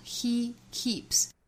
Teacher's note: 后面这两个单词 he 和 keep 都是紧音，所以发的时候口腔肌肉是紧张的，上下齿之间几乎没有间距啊。